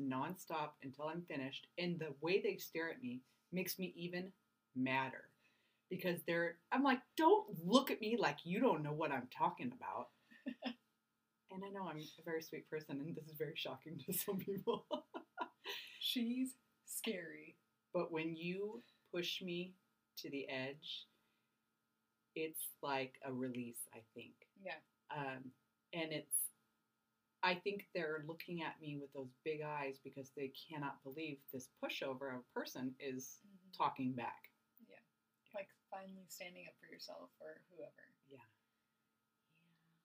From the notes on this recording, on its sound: We apologize for the sound quality. We thought the new equipment was working.